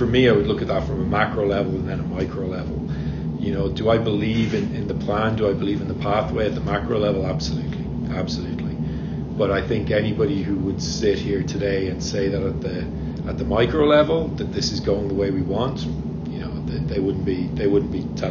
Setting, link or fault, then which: setting, busy venue